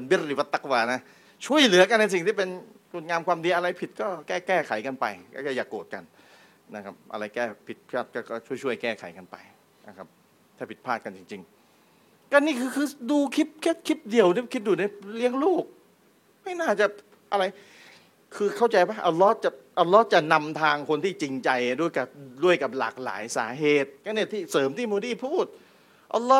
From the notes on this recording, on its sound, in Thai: เทปบันทึกงาน Assabiqoon Islamic Forum ครั้งที่ 1